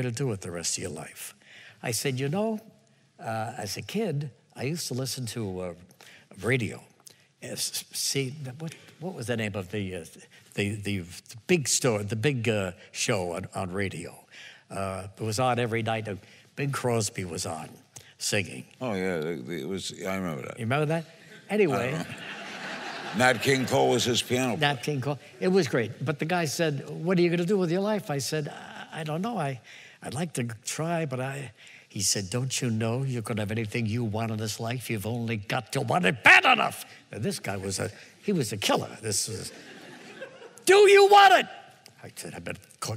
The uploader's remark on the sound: The conversation was recorded on Jun 13, 2016 in front of a live audience at New York's 92nd Street Y.